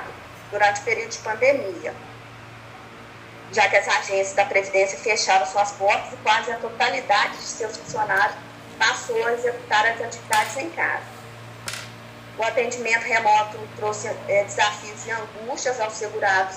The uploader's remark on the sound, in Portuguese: Gravação do encontro remoto n.2